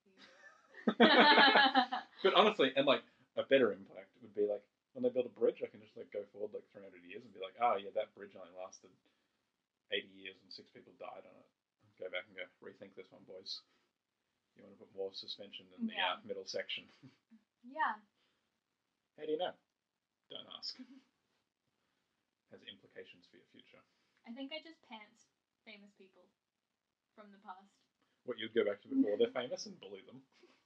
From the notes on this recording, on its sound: Sorry that the audio is very low